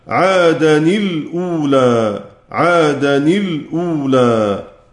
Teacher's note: أخبر الناظم رحمه الله تعالى أن من يقرأ كلمة عادا بالتنوين وسكون اللام بعدها في كلمة الأولى، وطبعا هيكون التقاء ساكنين نون ساكنة اللي هو التنوين واللام ساكنة، فهيكون تنوين مكسور.